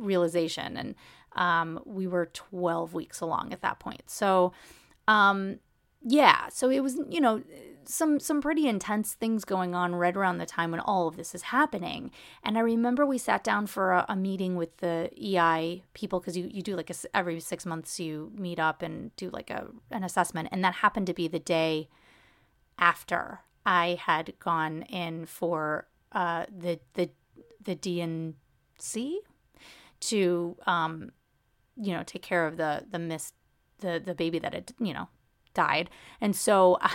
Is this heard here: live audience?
no